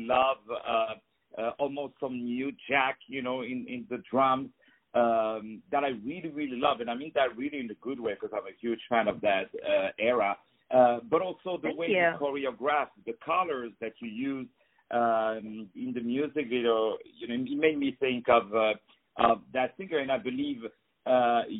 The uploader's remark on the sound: On the phone